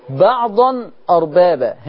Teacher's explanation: التنوين ورا منه همزة ما فيش غنة